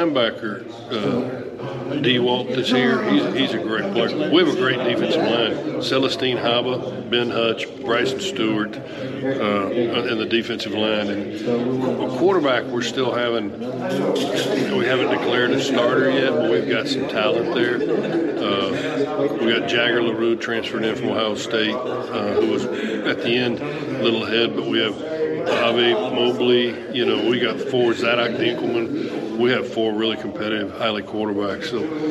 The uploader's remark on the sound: 2022 Southland Media Day. Live at the Southland Conference Media Day!